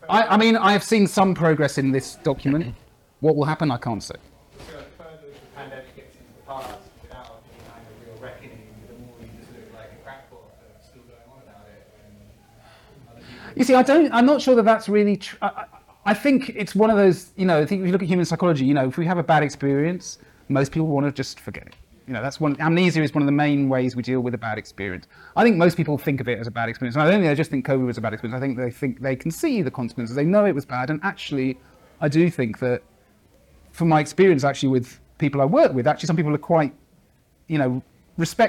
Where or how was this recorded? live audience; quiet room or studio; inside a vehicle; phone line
live audience